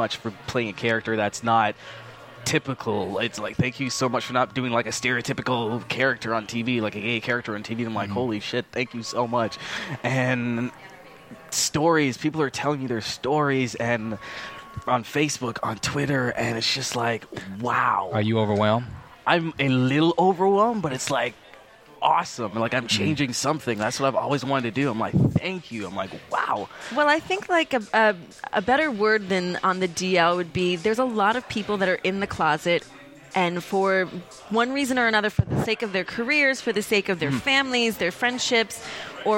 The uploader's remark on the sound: LIVE from the Kari Feinstein Style Lounge gifting suite for the 2012 MTV Movie Awards